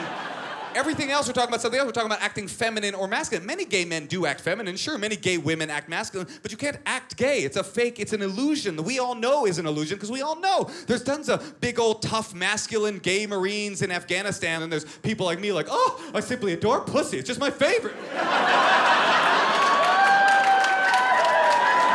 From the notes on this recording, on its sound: filmed at The North Door in Austin, Texas